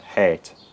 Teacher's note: I think there's a bit of wordplay in this passage that doesn't work in any modern accent that I know of, and that is in the line, proceeding from the hare to pressed brain. Now here, both hate and heat are probably pronounced with the same vowel in Shakespeare's accent